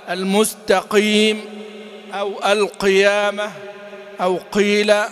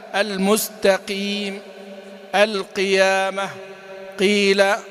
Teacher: ينبه إلى عدم المبالغة في تفخيمها مكسورة · Shown in: second take